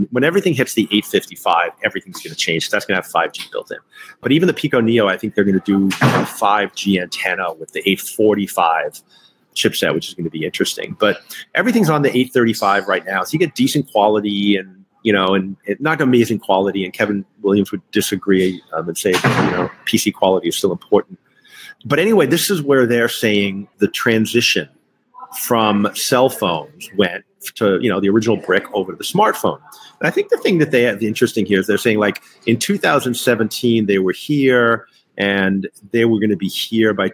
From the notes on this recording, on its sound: Live at the AAMA Annual Meeting. LIVE from AAMA Annual Meeting and Gala, where all the amusement manufacturers gather each year to showcase their new products to distributors.